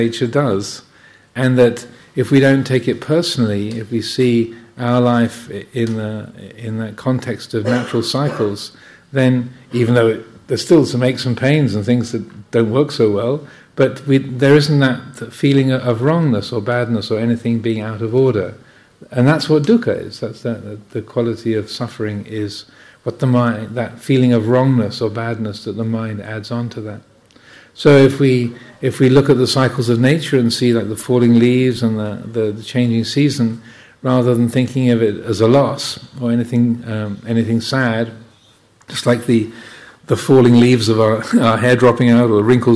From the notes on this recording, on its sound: during the Kathina festival, at Chithurst Buddhist Monastery, UK.